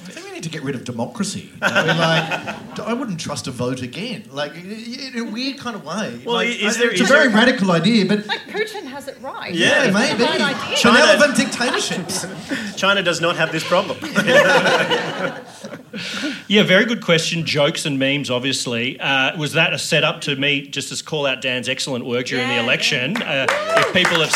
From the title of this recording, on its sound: LIVE FROM SXSW SYDNEY